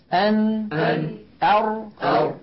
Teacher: الراء تلاحظون بأنها أعمق قليلا أدخل إلى غار الحنك · Term: مخرج الراء